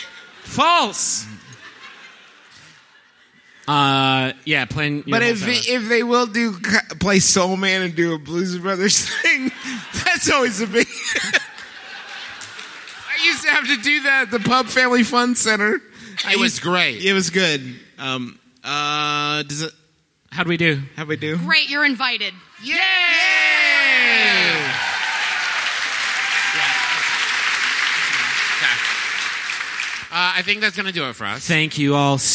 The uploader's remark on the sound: Here's our live show from the Wilbur Theater in beautiful Boston, MA! One out of the three of us was also playing Pokemon Go basically the whole time we were on stage.